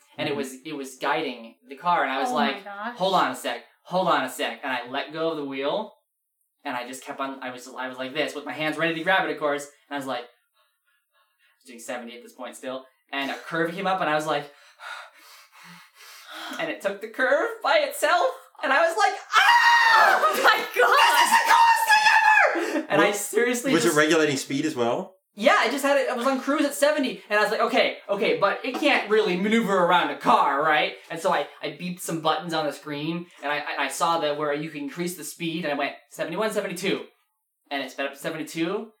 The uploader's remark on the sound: Four of the six members of the Whales are Whales Pod-Cast are in the same exact house hold, which means that everyone has super bad audio because no one is professional enough to set up four microphones! Instead, they use one during a thunderstorm and have to use tons of noise cancellation to make anything sound good!